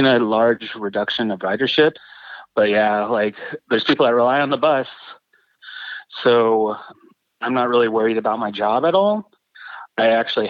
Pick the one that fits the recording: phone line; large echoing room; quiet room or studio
phone line